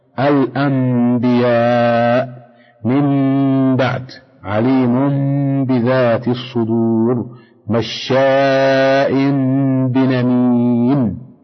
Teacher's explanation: القلب في اللغة تحويل الشيء عن وجهه، وفي الاصطلاح قلب النون الساكنة ميما، وذلك عند حرف واحد هو الباء